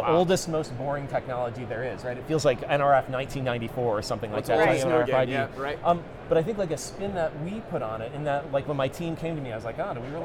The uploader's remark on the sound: Live From NRF. LIVE FROM #NRF2024.